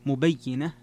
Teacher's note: قرأ الجمهور مبينة بكسر الياء مع التشديد نعم على أنها تكون اسم فاعل نعم.